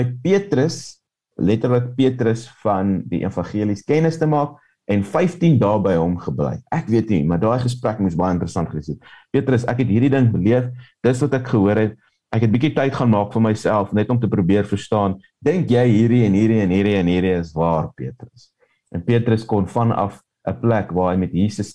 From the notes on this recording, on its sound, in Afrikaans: Manne van die Woord Zoom Byeenkoms.